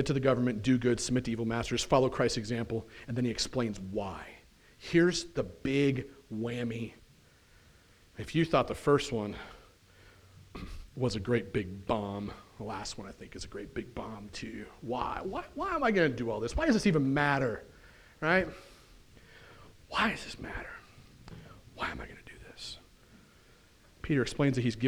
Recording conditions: large echoing room